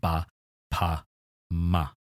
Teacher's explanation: sounds that we make at the front of our mouth by closing our lips, which are a B, a P, and an M sound.